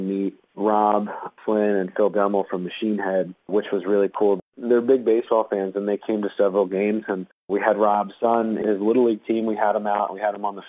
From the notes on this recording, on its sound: The interview was conducted over the phone